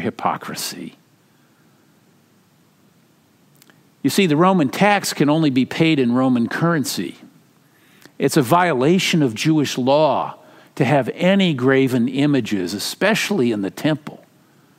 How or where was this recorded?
large echoing room